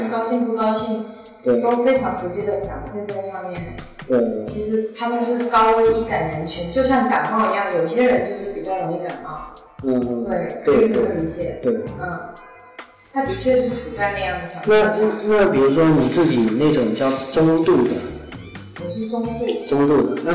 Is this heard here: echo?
yes